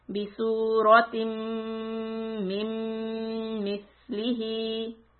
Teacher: The mim has shadda, so we stop and do humming.